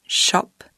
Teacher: Il s'agit d'un son ouvert et bref qui ressemble au son français de mots comme botte.